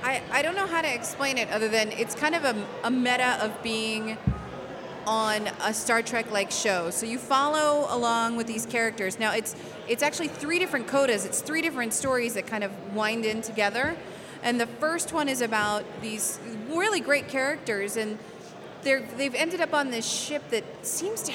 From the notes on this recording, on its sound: Live from Farpoint